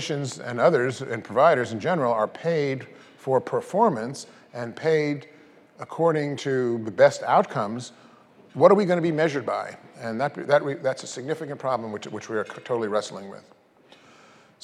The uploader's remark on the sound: This was audio was recorded at the 2012 Fall conference in Las Vegas